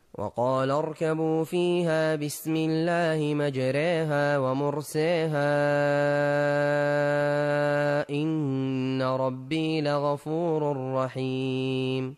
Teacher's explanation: ثم حمزة بالإمالة في الموضعين